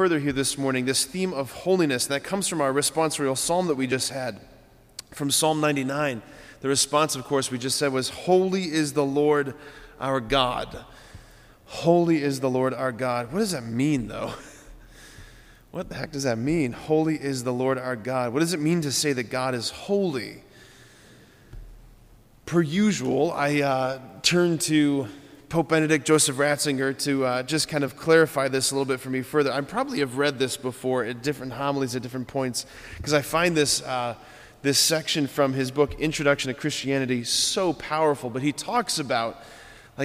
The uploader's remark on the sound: preached this homily on June 14, 2023 at Sacred Heart of Jesus Catholic Church in Wadsworth, OH